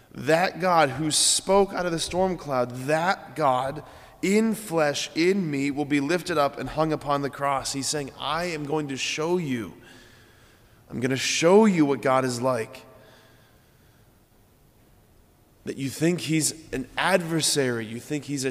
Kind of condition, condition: setting, large echoing room